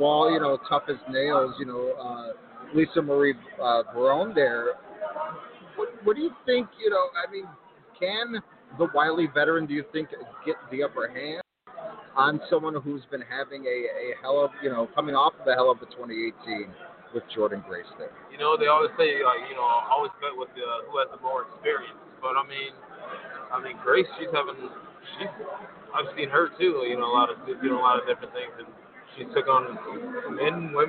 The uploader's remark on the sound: LIVE at Warrior Wrestling IV. LIVE at Marian Catholic in Chicago Heights, IL for everything Warrior Wrestling!